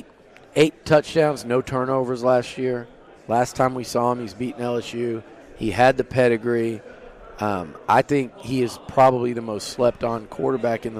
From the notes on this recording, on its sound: SEC Media Days 2023 Interview TexAgs. Joined us live from 2023 SEC Media Days in Nashville.